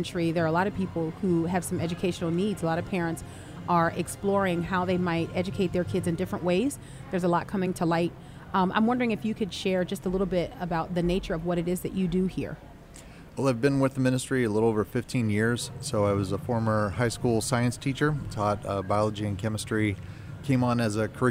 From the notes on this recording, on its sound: LIVE from the Creation Museum